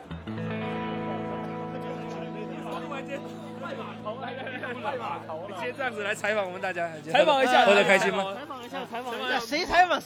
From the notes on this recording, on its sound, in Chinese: 本节目是我参加第六届厦门精酿年会的纪实。可以听到一些现场随机的采访。